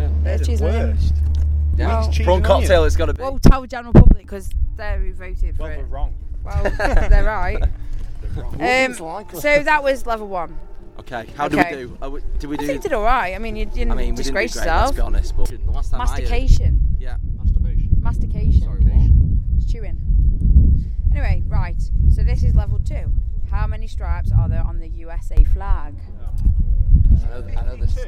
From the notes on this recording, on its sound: Sorry about the sound quality, the wind decided to pick up 2 seconds